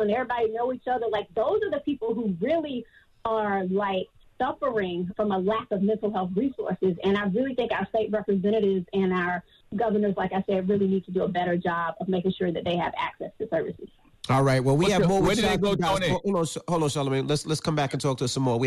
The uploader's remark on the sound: Today on the show we opened up the phone lines to see what our listeners would want out of a President.